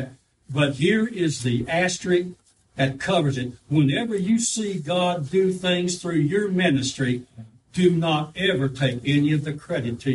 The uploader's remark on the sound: live service